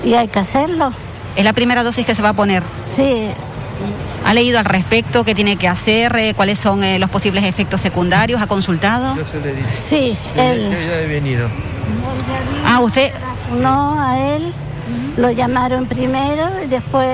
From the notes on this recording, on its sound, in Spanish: Vivimos en directo una jornada de vacunación contra la Covid 19. En directo hasta el punto de vacunación COVID instalado en la nave del Mercado de la Biosfera. Pudo charlar con varios vecinos.